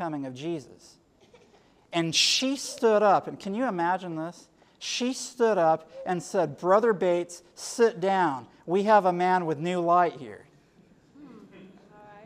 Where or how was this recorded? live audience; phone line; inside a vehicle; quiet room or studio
live audience